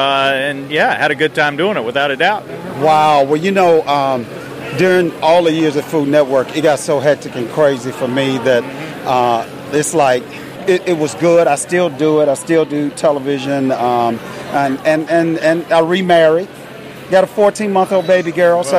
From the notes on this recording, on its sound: LIVE from The Jack Daniel&#8217;s World Championship BBQ Invitational. LIVE from The Jack Daniel’s World Championship BBQ Invitational.